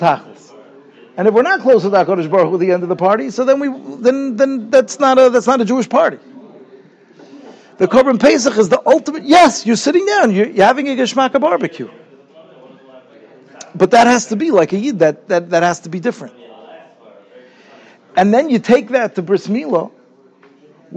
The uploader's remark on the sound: Shiur recorded in Yeshivas Ohr Reuven, Monsey, NY.